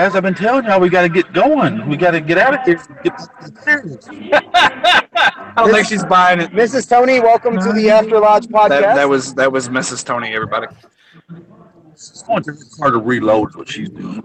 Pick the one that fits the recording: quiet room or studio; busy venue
busy venue